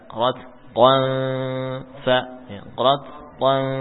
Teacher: ikhfa tanwin pada huruf fa